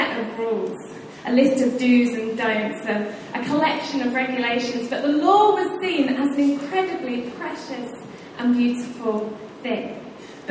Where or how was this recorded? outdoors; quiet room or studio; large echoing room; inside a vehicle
large echoing room